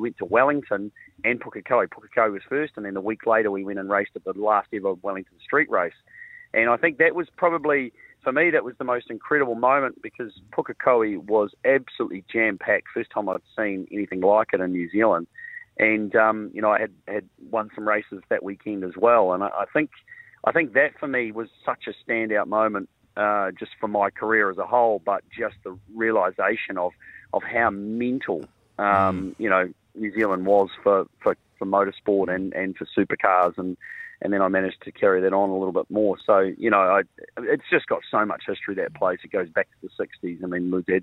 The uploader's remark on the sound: joins us on the phone